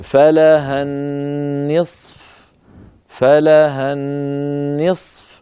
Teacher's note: أيضا في الآية الأخيرة وهي الآية 11 التي قرأناها في هذه الصفحة، الآية التي يقول الله عز وجل في أولها يوصيكم الله في أولادكم، قال عز وجل وإن كانت واحدة فلها النصف، ولما وقفنا عليها اجتمع أيضا ساكنان صاد ساكنة فاء ساكنة